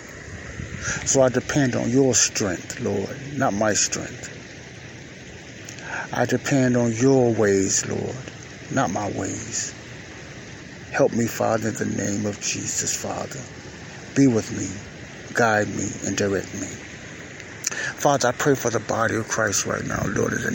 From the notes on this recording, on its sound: This is my weekly quiet storm time praying for myself and the saints of God while listening to the natural lake water sounds at lake shore drive in Chicago.